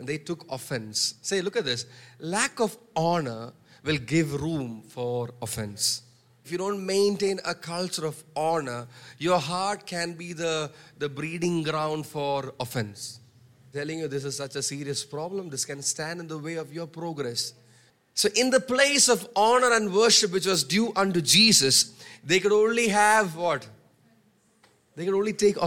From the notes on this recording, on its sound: preached on 12 March 2023 at Revelation Church.